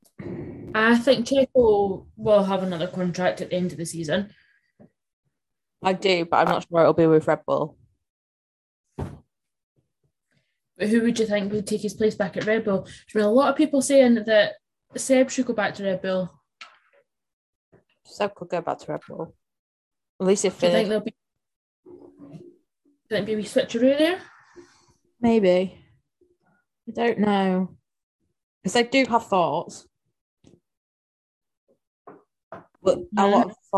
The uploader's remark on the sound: This edition is plagued with microphone issues so if you hear any odd noises that's why.